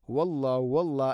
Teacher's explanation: തൊണ്ടയുടെ താഴെ ഭാഗമാണ് ഹ. ഹുവല്ലാഹ്